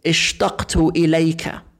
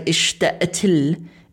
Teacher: in the Palestinian dialect, well, all of the Shami dialects, actually, as far as I can tell, they have a habit, not a rule, I'll just say a habit, of often turning the qaf into a hamza sound · Shown in: second take